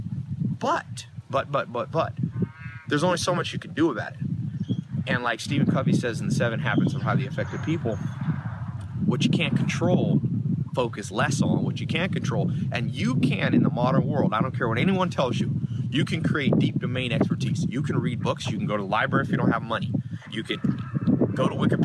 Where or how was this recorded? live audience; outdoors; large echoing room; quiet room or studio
outdoors